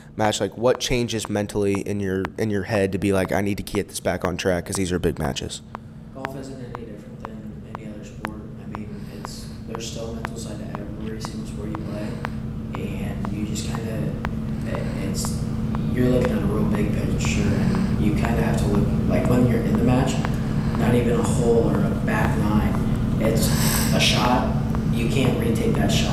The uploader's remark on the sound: Good Content, Patchy Audio. Not the best audio, we will get that taken care of before next week.